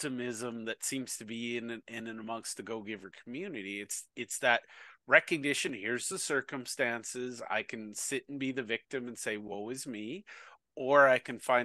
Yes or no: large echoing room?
no